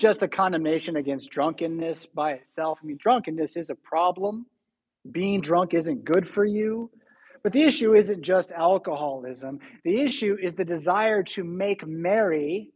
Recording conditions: large echoing room